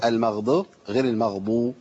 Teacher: والضاد عايزين نجيبها ضاد مطبق